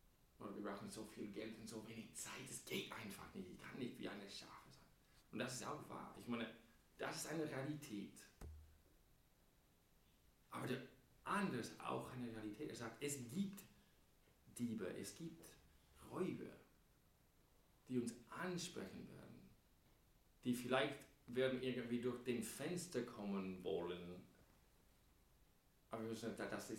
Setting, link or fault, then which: setting, large echoing room